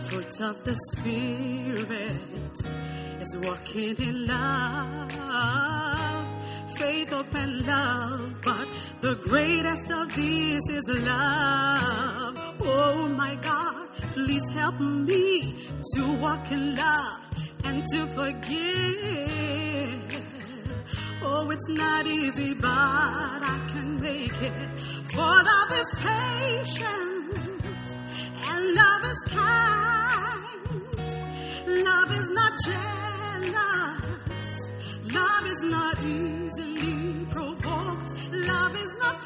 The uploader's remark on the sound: Preached at the First Love Center.